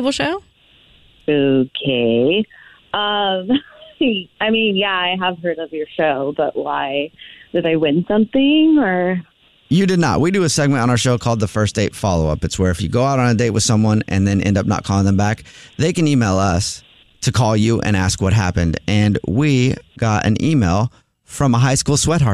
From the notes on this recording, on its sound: We get that other person on the phone